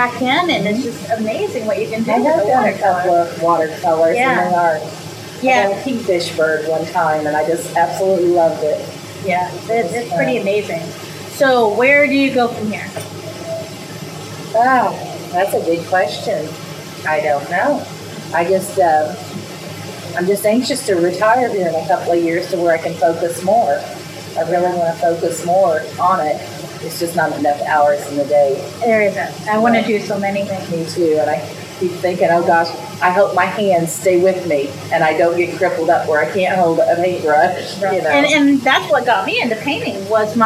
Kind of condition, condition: fault, sounds in the background